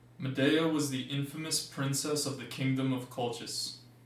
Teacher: What you will hear is a very strong degree of twang. The R is also very strongly articulated as well.